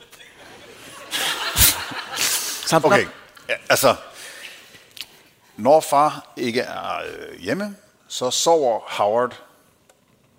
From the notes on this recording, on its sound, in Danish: Live fra Århus Musikhus